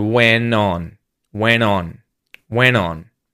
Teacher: Because you're going straight into a vowel sound and you release that T sound, you're actually not saying the T and you just release the N